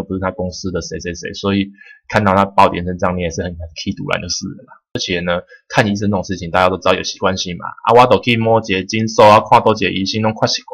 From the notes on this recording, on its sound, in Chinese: 收音品質改了反而似乎變比較不好。